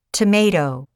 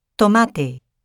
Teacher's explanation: the Spanish T is pronounced with the tip of the tongue touching the back of the upper teeth · Shown in: second take · whereas the English T is pronounced with the tongue further back on the alveolar ridge, which is just behind the front teeth and in front of the palate.